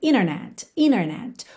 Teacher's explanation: Mas a gente já viu que existe é, uma situação no inglês americano que quando a gente tem NT, a gente pode omitir o T e ligar no N, como acontece, por exemplo, na palavra internet, que muitas pessoas pronunciam internet, internet.